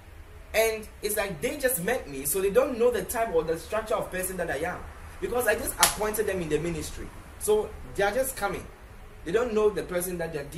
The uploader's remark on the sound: Preached at the The Day Of Blessings Service, Accra, Ghana.